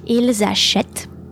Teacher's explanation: And the plural will be il or elles achètent, so with the liaison, which is a z sound and never an s sound